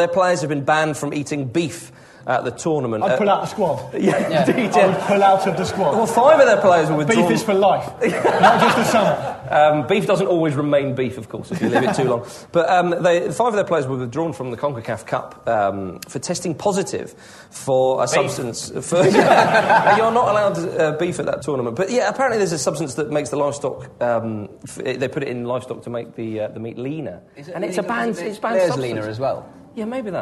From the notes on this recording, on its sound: A very live Ramble. The team descend on the Arcola theatre in the East end of London to put on a live Ramble in front of a baying and paying crowd.